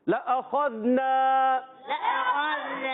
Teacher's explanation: خا پر بھی زبر ہے، خا کو زال سے ملانا ہے. اور نون علی زبر نا علی مدہ، اس کو کھینچنا ہے